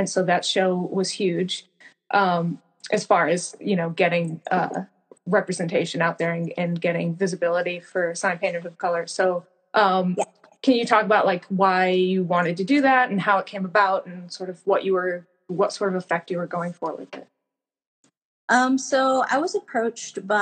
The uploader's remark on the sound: This episode has a few technical difficulties but if you can bear with us through some audio problems